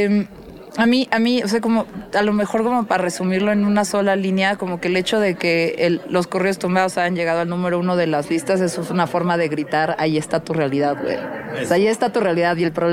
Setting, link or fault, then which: setting, busy venue